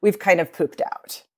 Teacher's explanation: It makes this actual sort of bacon frying sound, hence the term, you know, vocal fry.